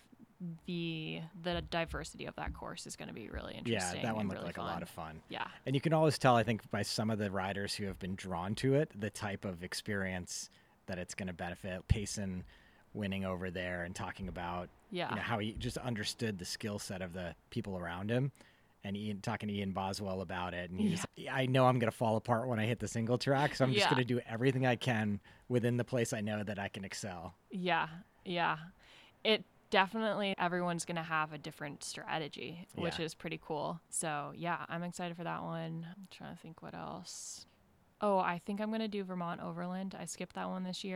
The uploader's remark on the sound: This week we sit down face to face. This conversation happened to be recorded in my backyard. Please enjoy the ambience that nature can provide.